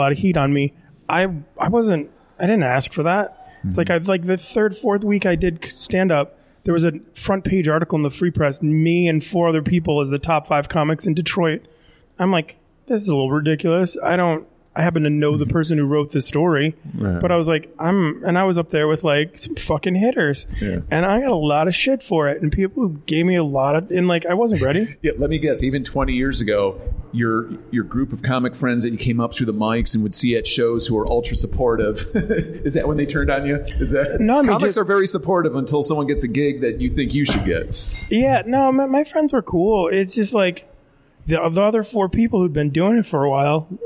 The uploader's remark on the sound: Live from the Comedy Castle bar